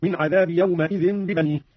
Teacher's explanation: قرأ قالون بفتح الميم، هكذا من عذاب يومئذ ببنيه، على أنها حركة بناء لإضافته إلى غير متمكن.